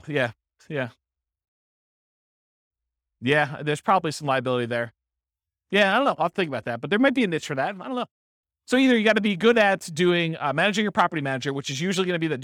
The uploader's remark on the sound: This was a live class recorded